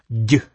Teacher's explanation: it's in the Y location, with the middle of your tongue reaching the roof of your mouth. So keep the tip of your tongue down by your lower teeth and try to say a J sound.